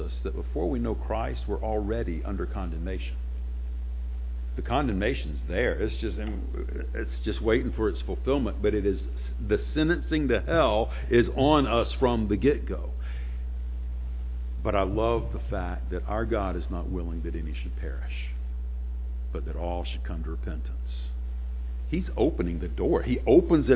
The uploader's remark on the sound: Sunday morning sermon